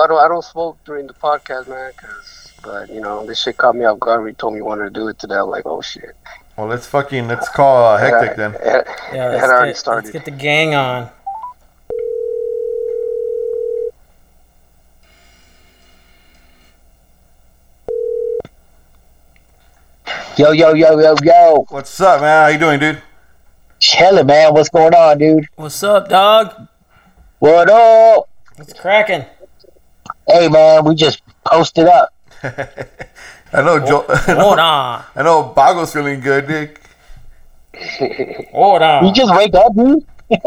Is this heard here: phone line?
yes